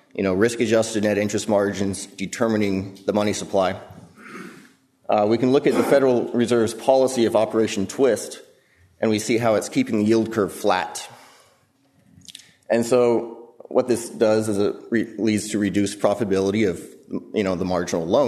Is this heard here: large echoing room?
yes